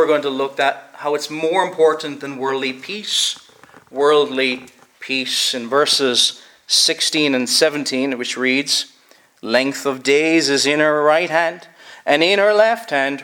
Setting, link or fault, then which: setting, large echoing room